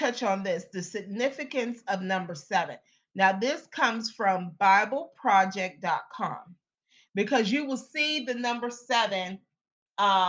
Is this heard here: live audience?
no